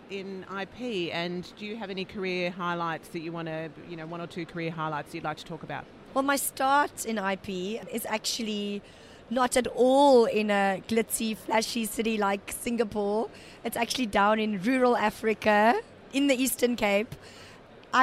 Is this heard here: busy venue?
yes